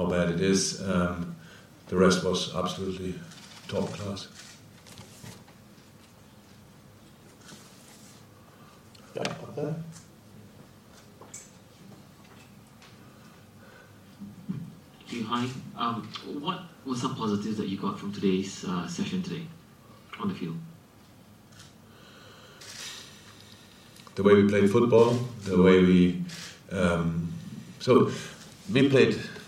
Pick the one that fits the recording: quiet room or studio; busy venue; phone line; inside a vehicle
busy venue